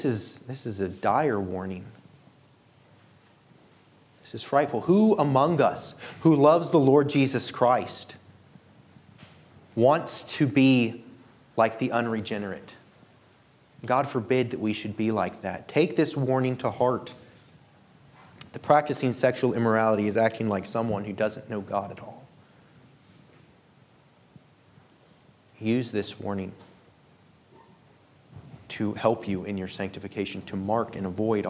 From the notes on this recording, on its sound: This sermon was delivered on March 19, 2023 at Antioch Presbyterian Church. At Antioch Presbyterian Church, a mission work of Calvary Presbytery of the Presbyterian Church in America located in Woodruff, South Carolina.